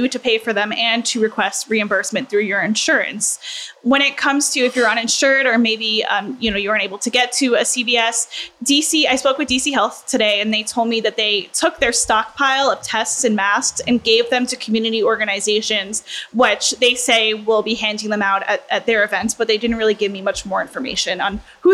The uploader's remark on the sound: Joins us at our live taping at Sonny’s Pizza.